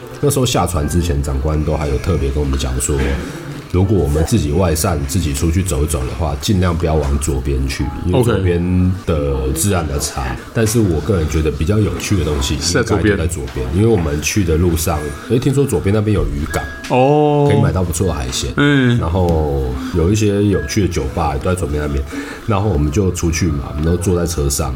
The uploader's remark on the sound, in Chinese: 本集白噪音指數：微風級 2/5。錄音地點： 黝脈咖啡。